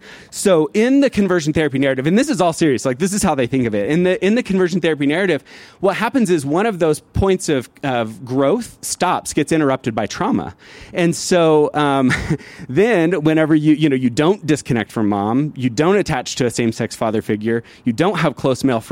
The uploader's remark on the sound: This story was recorded live, outside of Buntport Theater